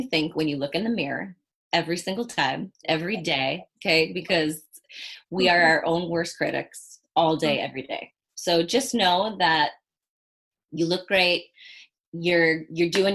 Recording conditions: video call